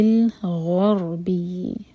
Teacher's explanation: غین heavy را ساکن heavy, اور دیکھیے با کے بعد جو یا ہے اس پر ہے شدہ، تو میک شیور کہ یا کو اسٹرانگ پڑھیں.